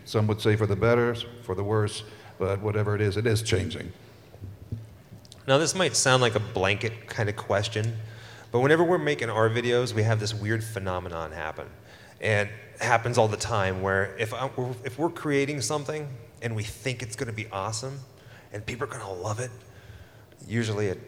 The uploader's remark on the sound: Live from Midsummer Scream 2022. This was a 90-minute presentation featuring talented musicians.